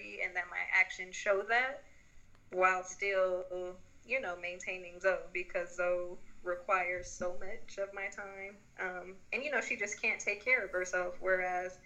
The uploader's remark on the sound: In this episode we hold a phone conversation with our two best friends